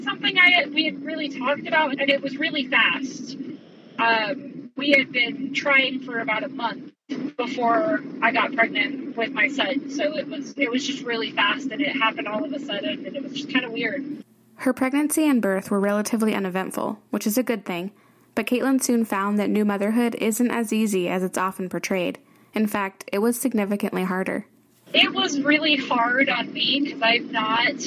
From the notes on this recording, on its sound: This episode's audio is a bit rough